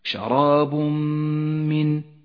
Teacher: نسقط التنوين من اللفظ ونشدد حرف الميم ونقف عندها بغنة زمنها حركتان · Term: الإدغام بغنة